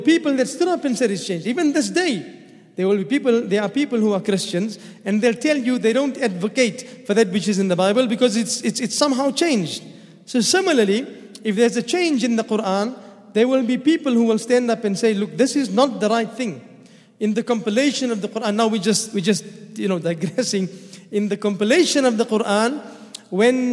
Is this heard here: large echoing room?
yes